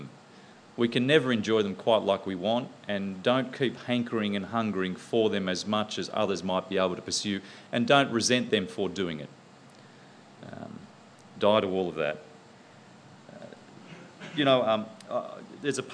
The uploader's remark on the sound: presented at the 2010 National In The Chute conference in Canberra